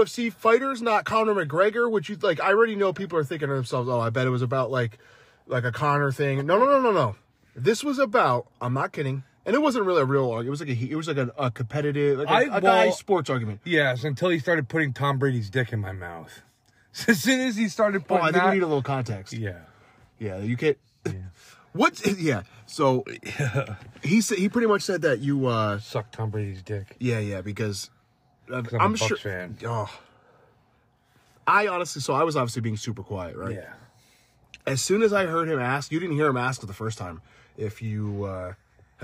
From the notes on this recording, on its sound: we’re in the car